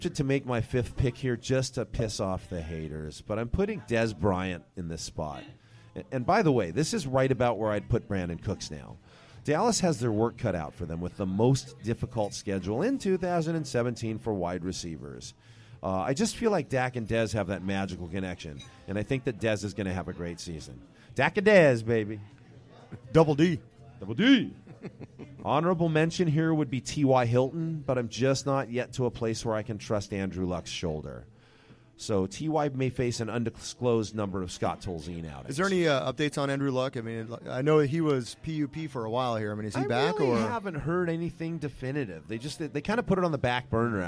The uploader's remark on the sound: on location at the Mission Oaks Cafe